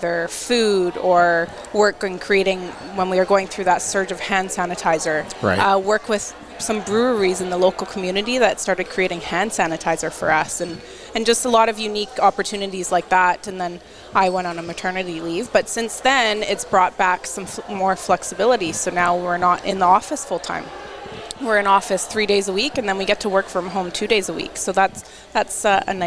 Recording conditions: busy venue